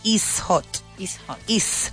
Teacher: No pronuncian la T de la palabra it.